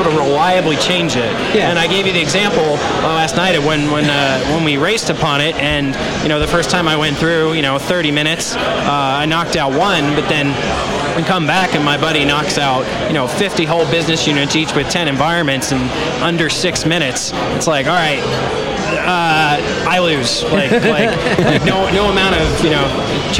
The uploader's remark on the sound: A candid conversation among engineers about the tech industry, recorded live in bar.